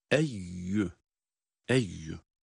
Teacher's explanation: Eyyüha derken genizden eyyü kısmını, hecelerini okurken eyyü genizden ses getirmeyeceğiz. Direkt ya harfinin sesiyle okuyoruz.